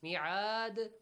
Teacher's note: When you stop, dal has to produce a bouncing sound.